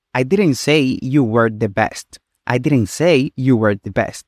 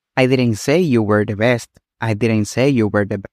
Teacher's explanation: si aplicamos una entonación descendente en best, significaría que dijimos que no eras el mejor en absoluto · Shown in: second take